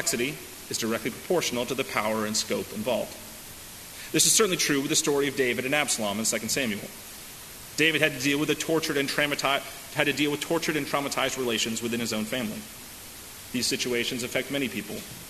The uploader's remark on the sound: delivered at First Congregational Church of Houston on August 19, 2018